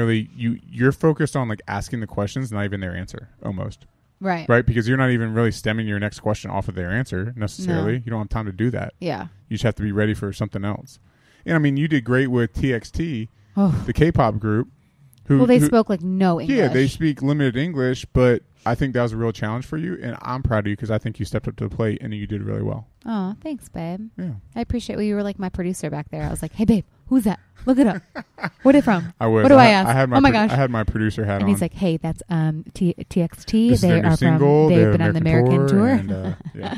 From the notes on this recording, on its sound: Live from Wango Tango! Back stage at iHeartRadio’s Wango Tango!